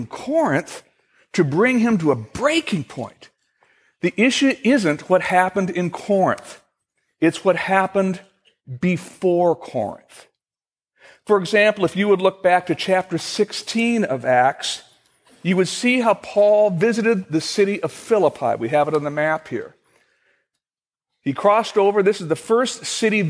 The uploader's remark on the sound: At Fellowship Missionary Church in Fort Wayne, IN.